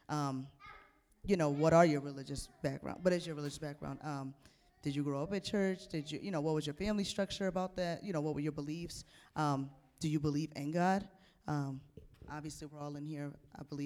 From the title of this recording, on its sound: Live Q&A Panel Discussion